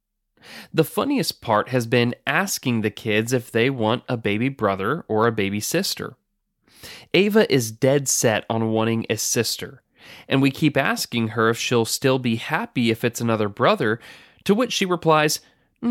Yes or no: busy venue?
no